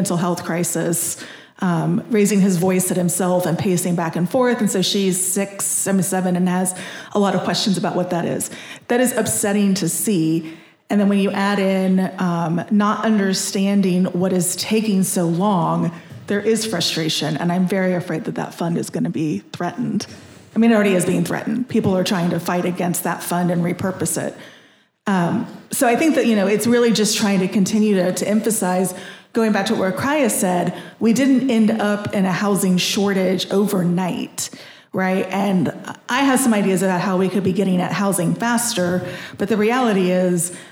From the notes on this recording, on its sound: Think Out Loud hosted a panel at the Yimbytown conference in Portland.